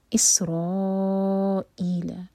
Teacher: را مد متصل چار کا لمبا، حمزہ پہ کٹ آف ساؤنڈ.